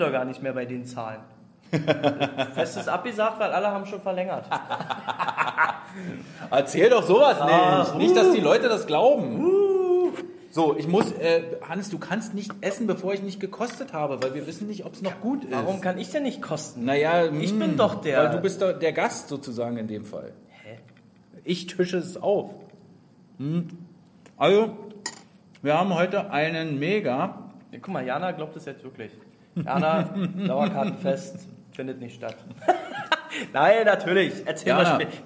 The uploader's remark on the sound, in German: Der Livepodcast